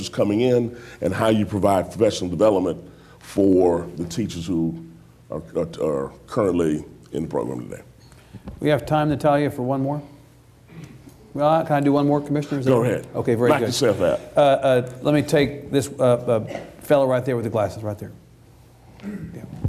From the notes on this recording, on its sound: This event was recorded before a live audience in Austin. TribLives feature moderated discussion with our honored guests followed by questions from the audience.